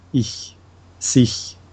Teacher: der Ich-Laut, also es kommt auf die Vokale an, die vor dem CH stehen, äh, wird weiter vorne gebildet, mhm. in der Mitte des Gaumens.